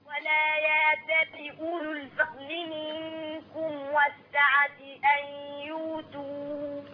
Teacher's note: ورش يقرأ بإشباع المد 6 حركات